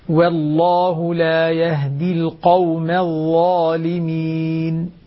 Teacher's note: رقق الواو قبل لفظ الجلالة وفخم القاف